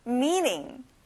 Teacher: Me를 길게 발음해 주세요. 그리고 T 발음은 안 나요.